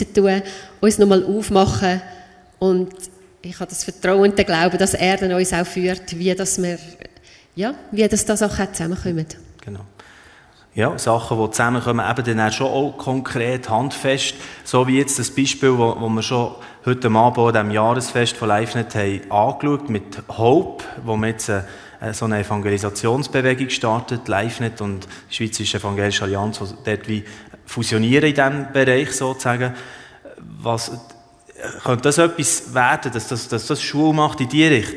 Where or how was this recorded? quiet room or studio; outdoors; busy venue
busy venue